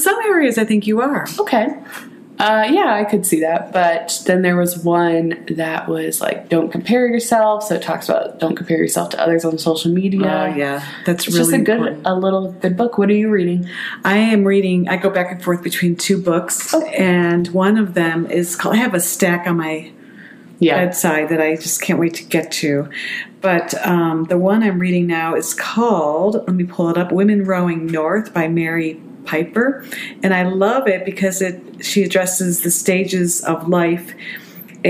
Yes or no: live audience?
no